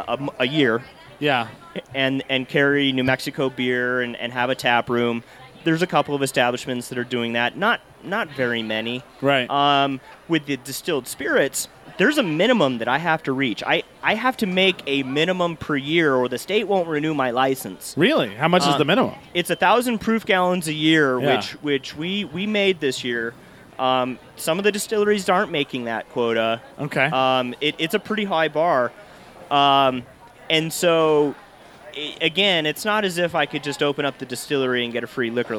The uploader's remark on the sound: Live from Green Jeans Farmery